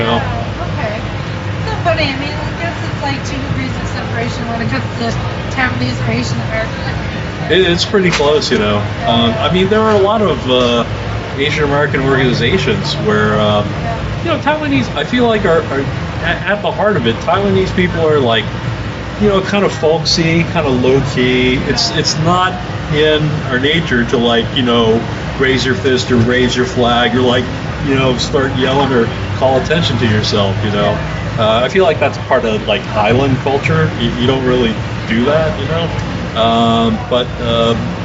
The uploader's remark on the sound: Our Interview LIVE at Passport to Taiwan. Podcasting booth at Passport to Taiwan. This is the first of several live interviews we recorded at our outdoor on-location podcasting booth. Some of the people who walked by and stopped by to say hello. We were also thrilled to meet and talk to some of our listeners who stopped by our booth.